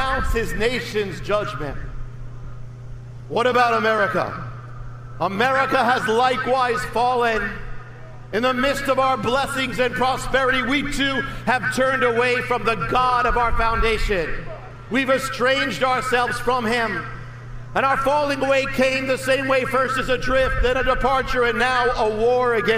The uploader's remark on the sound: delivered at "The Return" event in Washington, D.